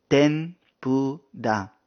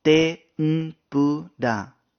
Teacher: en este idioma el sonido o fonema N ocupa su propio espacio y lugar dentro de las palabras · Shown in: second take · Term: la N solita